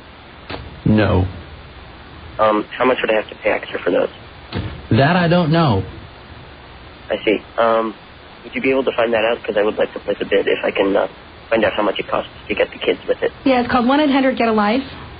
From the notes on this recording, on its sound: Prank Phone Calls